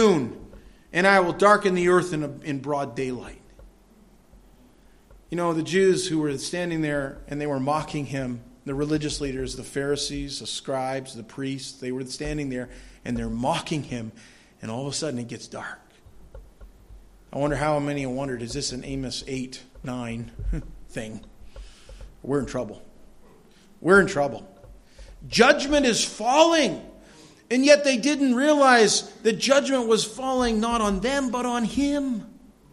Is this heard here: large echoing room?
yes